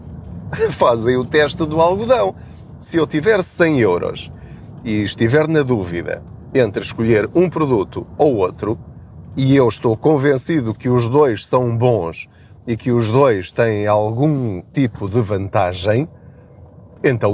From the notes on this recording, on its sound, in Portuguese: Não ligue aos barulhos da viagem.